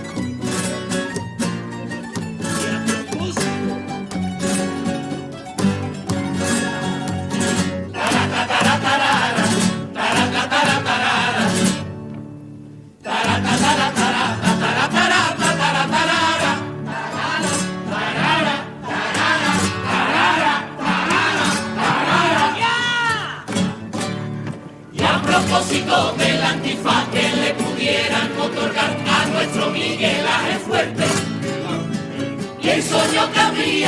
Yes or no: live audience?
yes